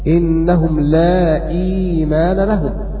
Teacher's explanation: قرأ ابن عامر إنهم لا إيمان لهم بكسر الهمزة